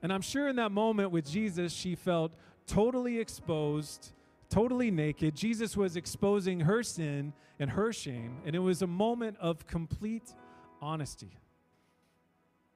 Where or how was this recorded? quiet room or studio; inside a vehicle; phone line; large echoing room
large echoing room